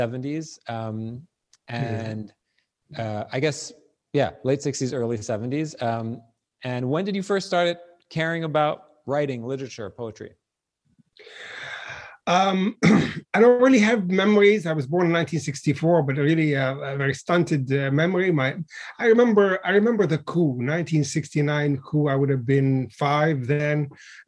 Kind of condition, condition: link, video call